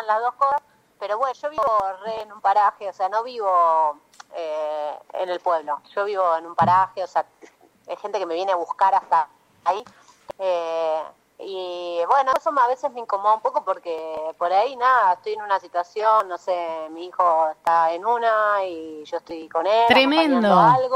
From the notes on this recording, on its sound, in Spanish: Charla Telefonica